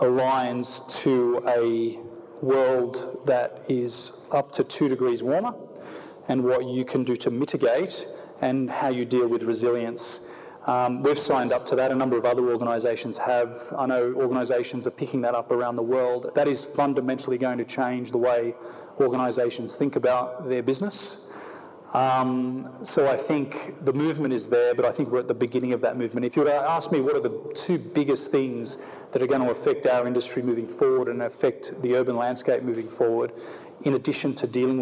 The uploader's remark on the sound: On stage at the Festival of Place.